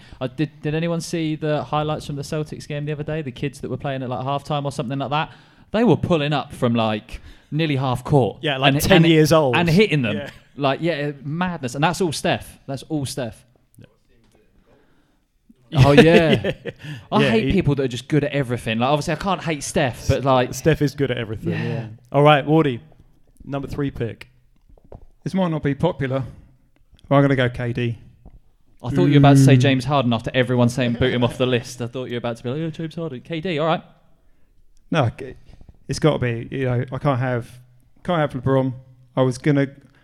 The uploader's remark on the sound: LIVE! From Offspring Kings Cross